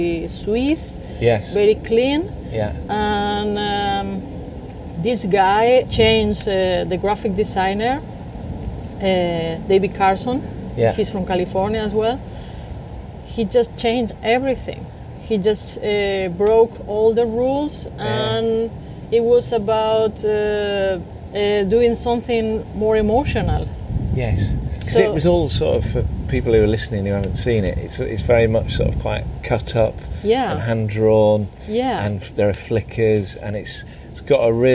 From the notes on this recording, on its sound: was recorded over lunch in her garden in LA